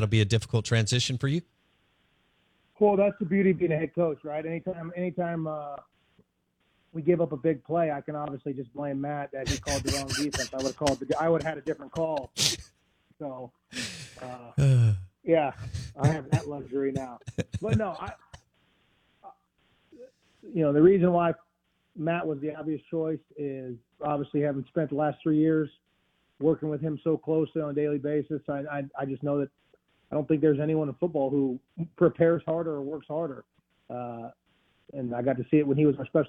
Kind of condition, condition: link, phone line